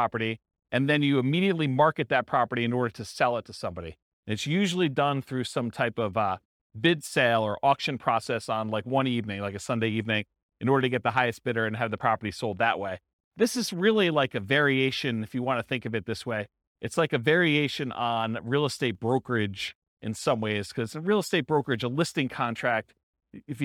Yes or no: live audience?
yes